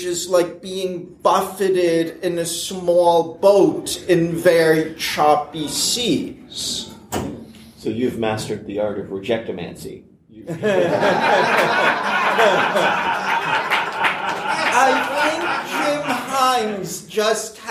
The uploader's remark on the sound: this episode's IS a panel from Balticon 2018